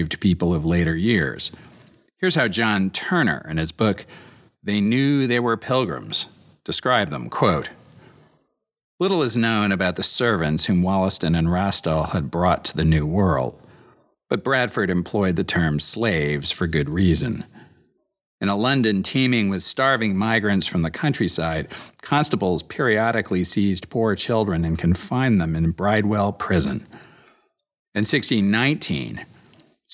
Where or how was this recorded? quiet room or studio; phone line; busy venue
quiet room or studio